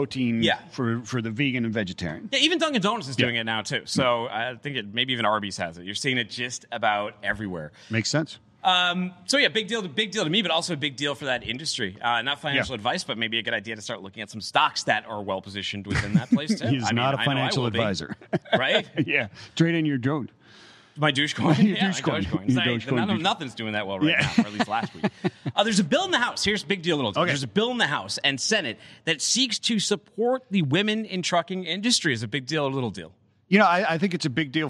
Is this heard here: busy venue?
yes